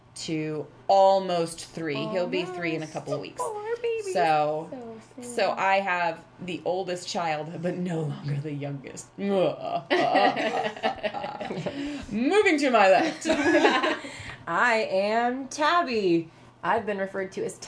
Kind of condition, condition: fault, sounds in the background